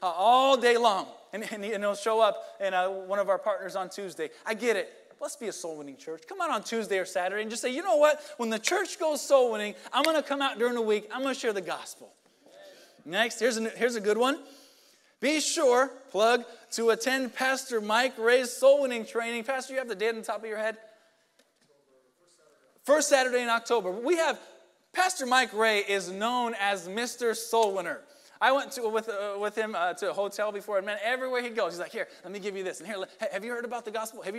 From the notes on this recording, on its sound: Sunday Morning Service